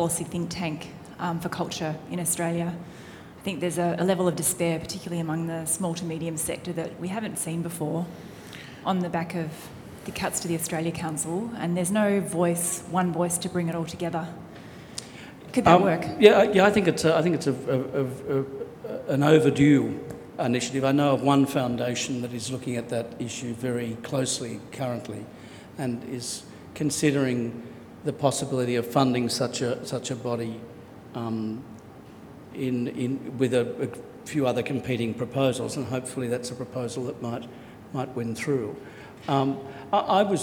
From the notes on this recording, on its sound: In this Sydney Ideas event he gives an inaugural Australian Book Review (ABR) Patrons’ Lecture